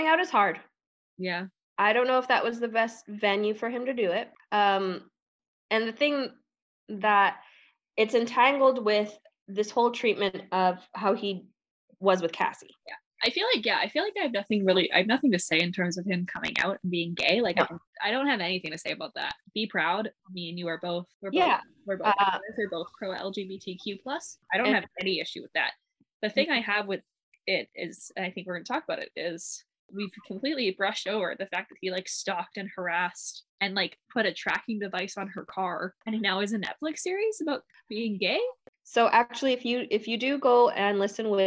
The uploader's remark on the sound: We did record this episode over zoom so there were a few technical issues with audio because of spotty WIFI